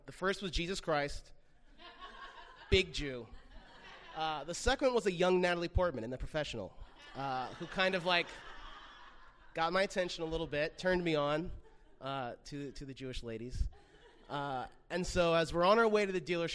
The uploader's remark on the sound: recorded live 10.03.16 in Los Angeles